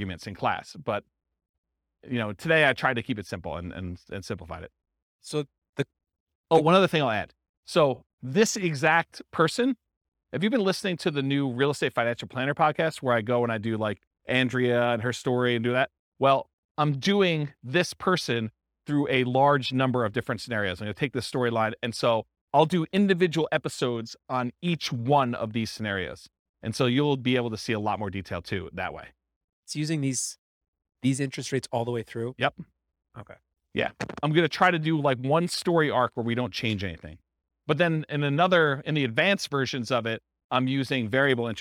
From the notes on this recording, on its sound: This was a live class recorded